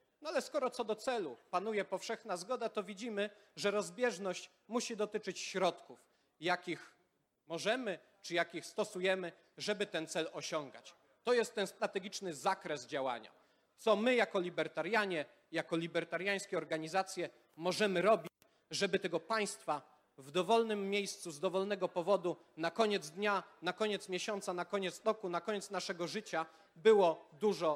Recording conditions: live audience